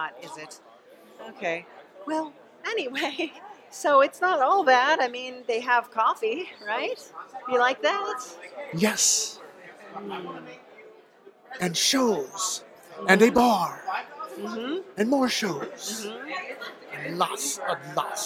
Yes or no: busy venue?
yes